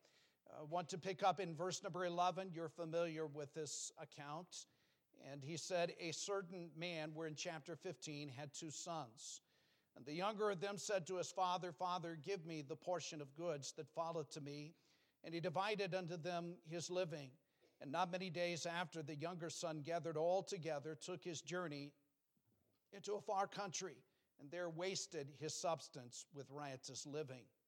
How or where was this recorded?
large echoing room